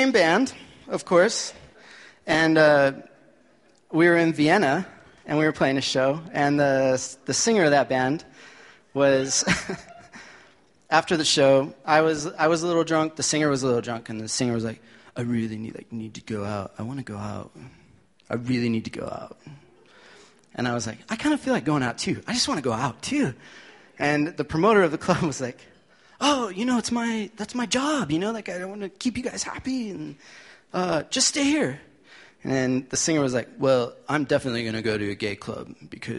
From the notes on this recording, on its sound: LIVE from Denver Music Summit! Here is a live show that we taped at the Denver Music Summit. The organizers invited us to put together a special show at the McNichols.